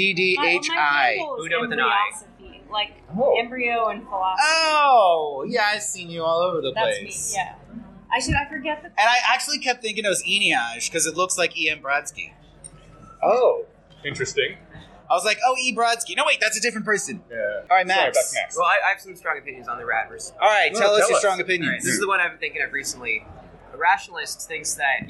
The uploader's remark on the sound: Report live from Vibecamp!